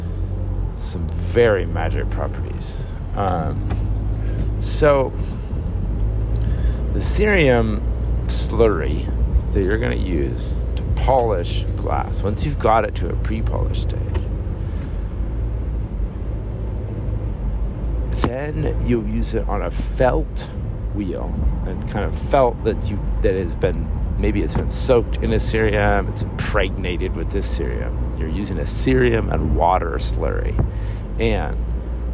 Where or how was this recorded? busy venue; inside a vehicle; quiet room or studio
inside a vehicle